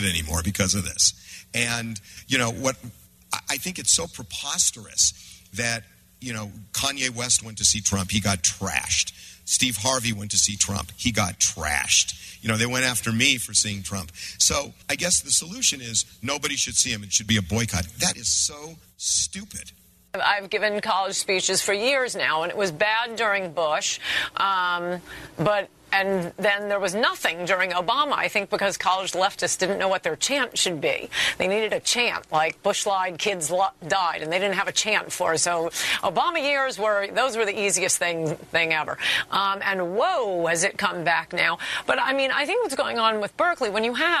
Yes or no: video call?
no